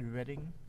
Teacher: not the retroflex R, but it goes down below my front teeth in the bottom · Term: North London lazy tongue